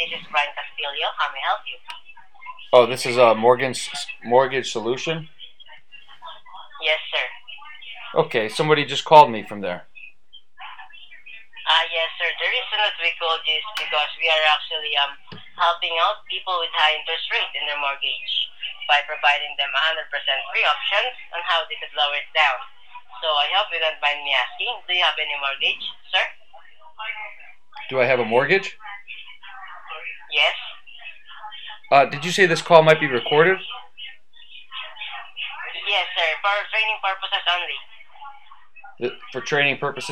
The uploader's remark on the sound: Recorded Phone Call from Unwanted Solicitor "Mortgage Company". This company kept calling tonight, so I decided to record them as well and see what it is they were offering.